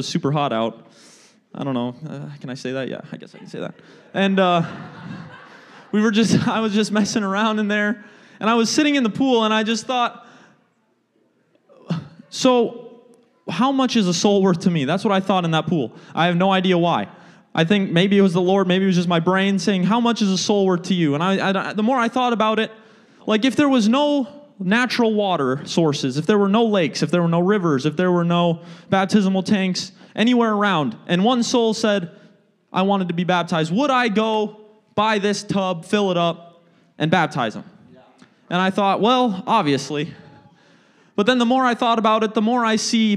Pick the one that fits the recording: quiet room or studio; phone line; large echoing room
large echoing room